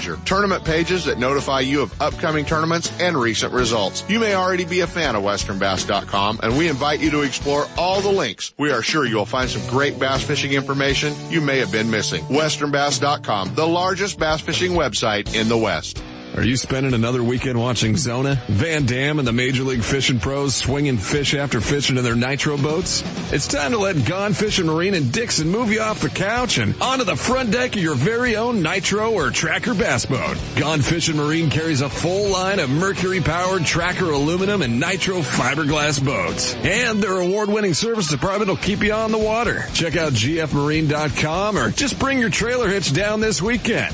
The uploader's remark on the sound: Ultimate Bass Radio - Live Bassmaster Classic Kick Off.